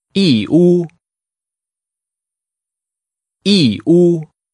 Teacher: Using falling and high-level tones, say Yiwu.